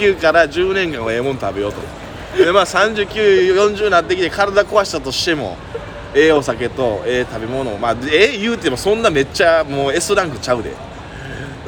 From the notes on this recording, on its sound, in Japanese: 公園で収録してます